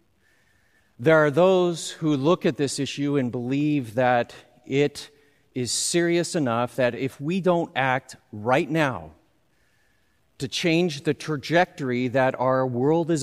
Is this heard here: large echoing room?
yes